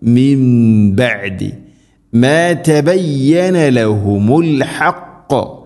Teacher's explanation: ഇഖ്ലാബ്, നൂനിനെ മീമാക്കി മാറ്റി മറിക്കണം, മണിച്ചുകൊണ്ട് ഉച്ചരിക്കണം